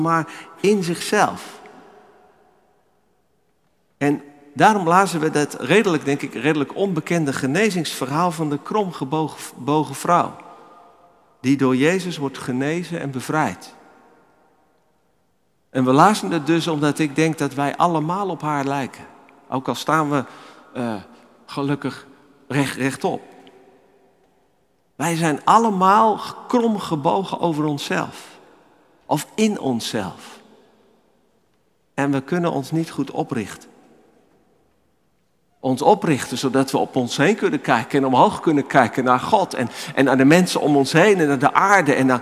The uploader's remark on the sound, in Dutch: Opgenomen in de Noorderkerk te Amsterdam.